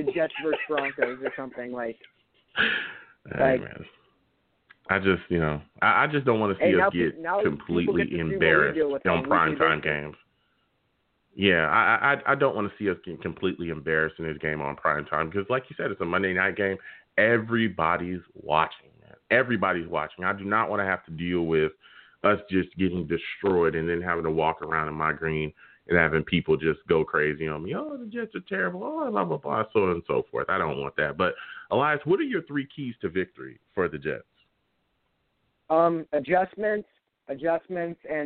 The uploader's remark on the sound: We’ll also take live callers!